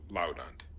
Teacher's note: Now, but because when you put those together, the A becomes a short A, because you've got kind of a double consonant after it